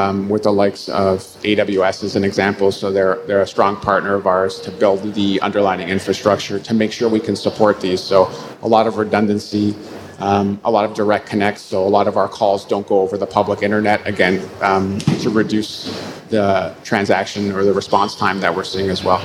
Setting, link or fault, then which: setting, busy venue